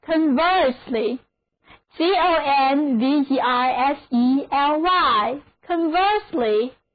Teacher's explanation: conversely 重音放在第二个音节上